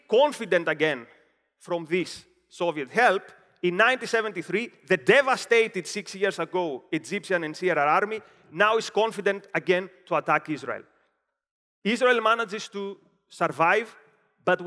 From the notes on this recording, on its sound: Delivered at OCON 2023 in Miami, Florida on July 3, 2023.